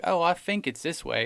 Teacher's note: He's got this accent where he will replace TH sounds with F sounds.